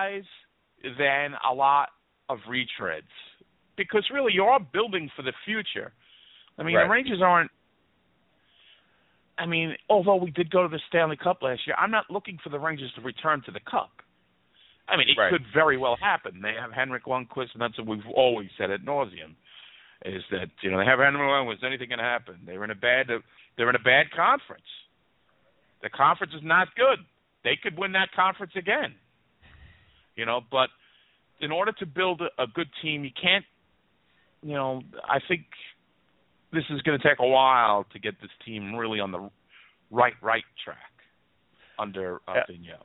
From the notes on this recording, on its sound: We take your calls, and there is a live interactive chat that takes place throughout the broadcast.